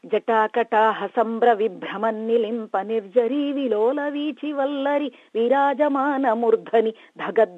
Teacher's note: इसमें रिट्रोफ्लेक्स सिलेबल जो मूर्धन्याक्षर है वो बहुत सारे उपयोगित किया गया है, और महाप्राण का उच्चारण भी बहुत बार उपयोगित किया है